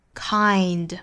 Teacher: 应该是 I 的发音，上下的开口都要更大更开，再去过渡到后面的小 a